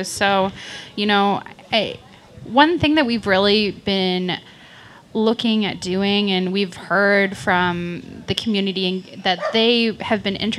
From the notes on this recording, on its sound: LIVE from the Pawliday Market in downtown Kitchener. They take the community's questions.